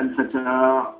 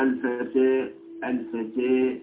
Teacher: شيئا من صوت الكسرة فتصير الفتحة بينها وبين الكسرة هذه الإمالة تصير الفتحة ليست فتحة صريحة بل تأخذ موضعا بين الفتحة الممكنة وبين الكسرة الممكنة · Shown in: second take